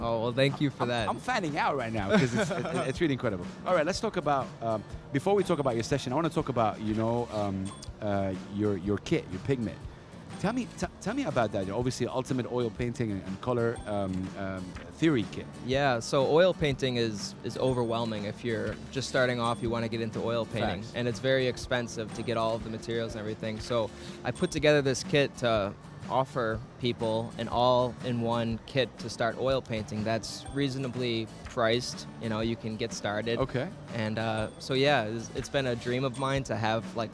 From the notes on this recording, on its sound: Live from SIBF 2023.